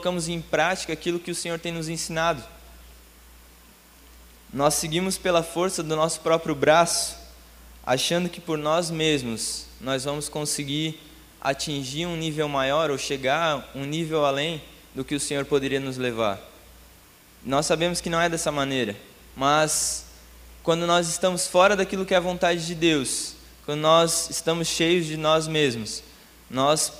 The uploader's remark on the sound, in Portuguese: Em nosso Culto Terça Vida. Na Igreja ABA Blumenau (Transmitido ao vivo).